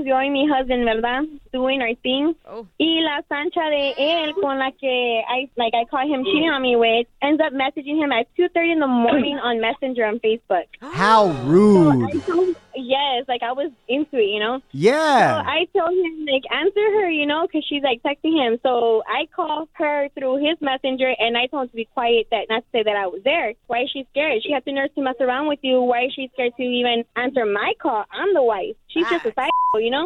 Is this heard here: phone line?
yes